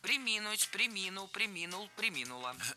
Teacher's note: Ударение в этом глаголе падает на второй слог. Причем всегда, во всех формах.